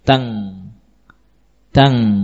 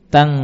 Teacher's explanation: Karena posisi kaf adalah di belakang pangkal lisan, maka kita bunyikan nun sukun yang bertemu dengan kaf di sekitar posisi pangkal lisan, ya, di belakang. Dilekatkan, ya, pangkal lisan, lidah ke langit-langit dan munculkan gunnah. Tang, tang, tidak mengambang, ya. · Term: ikhfa